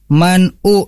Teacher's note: ada nun sukun bertemu hamzah. Di sini kita tidak boleh disamarkan atau ikhfa.